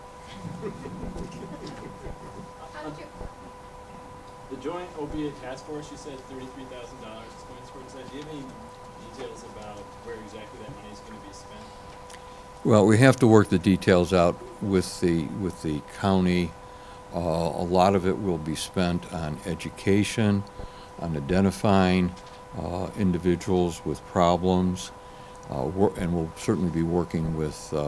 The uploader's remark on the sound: Press Conference